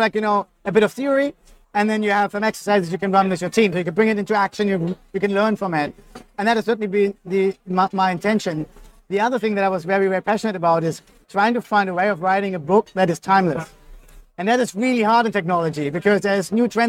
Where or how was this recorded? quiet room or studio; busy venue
busy venue